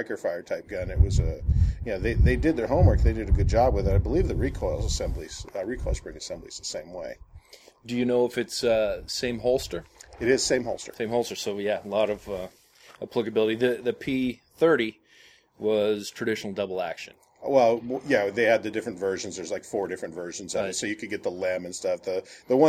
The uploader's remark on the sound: This review was recorded out in the field, so you'll be able to hear gun sounds (ahhhh, the sound of freedom!), wind blowing, and all the fun stuff that make for less-than-ideal recording conditions.